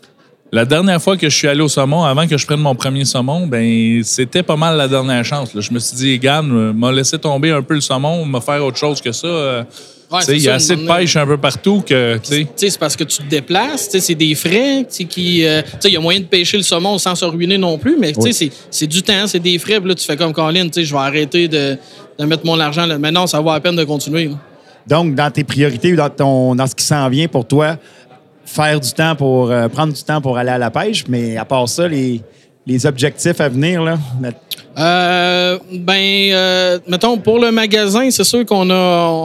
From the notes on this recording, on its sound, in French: Voici le 3e épisode de la série de 4 podcast enregistrés au salon de la pêche à la mouche de Trois-Rivières.